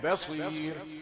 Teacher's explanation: رقيق بصير باء بصير. عندي قاعدتين الآن: باء رقيقة وليست مفخمة، وراء رقيقة وليست مفخمة